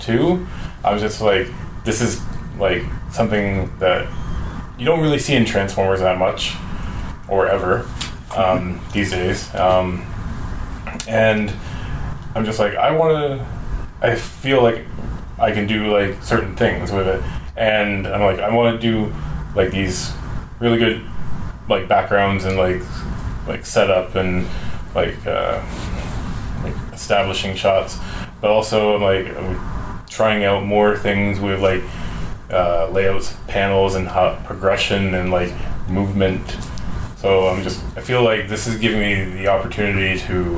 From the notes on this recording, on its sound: We’re live at TFcon Toronto 2017. On this episode, we’re live at TFcon Toronto 2017.